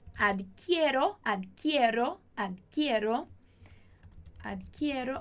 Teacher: a gente vai ter o I se transformando em IE